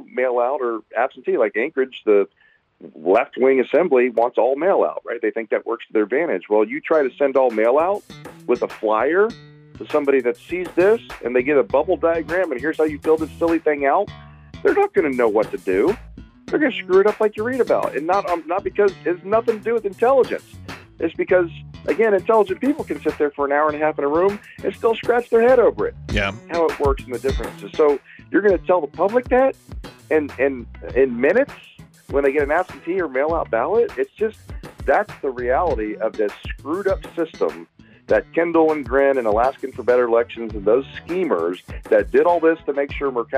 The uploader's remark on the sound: We'll discuss the vagaries and pitfalls of this marathon of elections with phone calls and commentary.